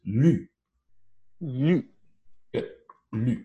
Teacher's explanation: This involves that one where we write a letter Y in IPA. It's front, high, and the lips are rounded